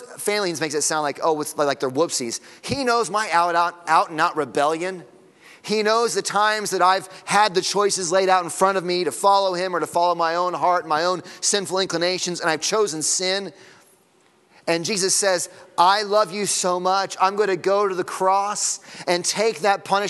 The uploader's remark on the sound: Sunday Morning Sermon Audio.